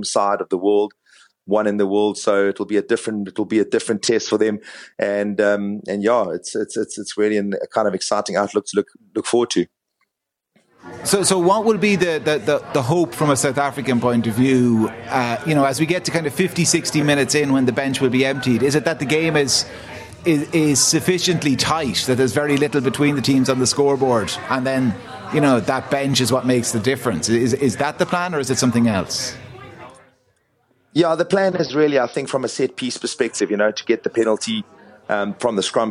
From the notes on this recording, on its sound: The Hard Shoulder was LIVE from The Bridge 1859 in Ballsbridge ahead of the Rugby World Cup clash between Ireland and South Africa.